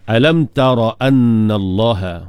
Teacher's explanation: Ra tu tak panjang kan, pendekkan, tak ada mat di situ.